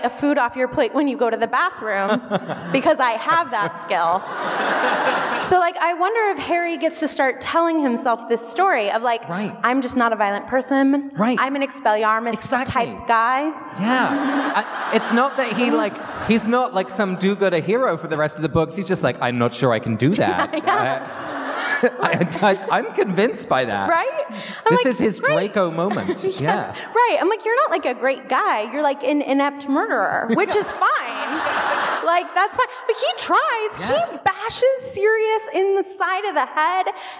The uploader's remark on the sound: Live from Washington, DC. Here's the audio from our DC show.